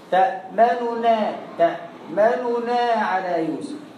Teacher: هو مش زي ما عندنا كلمة واحدة بس تأمنها تأمن لما تيجي في الوجه الثاني ليها تأمنها في الوجه الأول مالك لا تأمن في الوجه الثاني بتفك الكلمة وتسرع في النطق بالضمة الأولى مالك لا تأمننا تأمننا على يوسف تجيب الضمة بس ما تاخدش راحتك في الحركة · Term: اختلاس